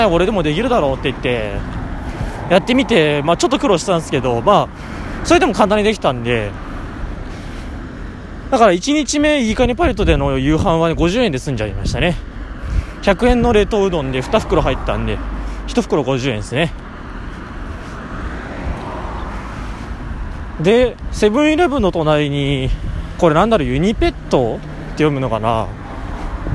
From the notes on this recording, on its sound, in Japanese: お昼食べた後にご機嫌に歩きながら喋ります。車や風、小鳥のさえずりをバックにお聞きください。